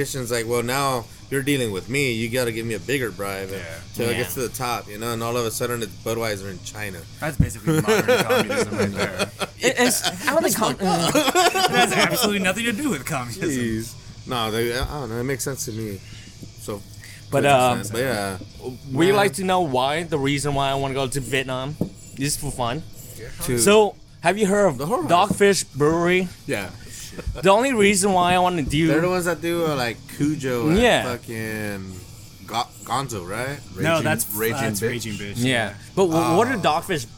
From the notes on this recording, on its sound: we sit down in the beer garden at the Alvarado Street production facility